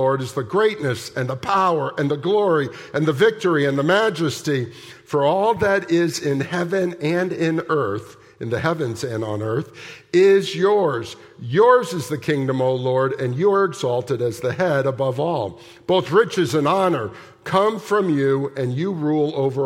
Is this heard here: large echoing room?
yes